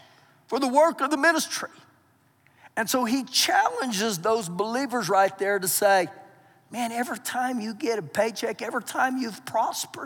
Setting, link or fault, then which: setting, large echoing room